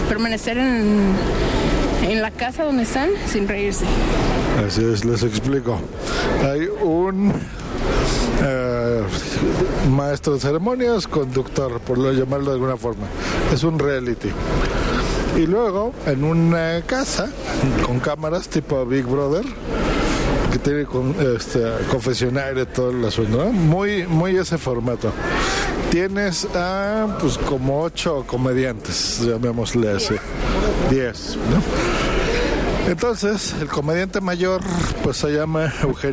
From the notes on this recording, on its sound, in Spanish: Desde el metro de la CDMX. Ultragain Pro MIC2200.